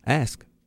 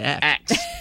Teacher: No, you normally say ax. Normally it's sped up. You flip the K and the S · Shown in: second take